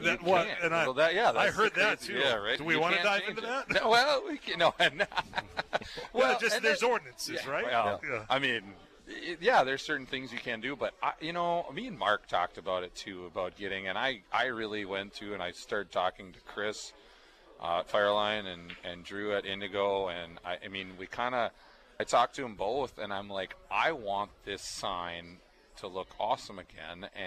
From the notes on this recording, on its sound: live at Chub's Pub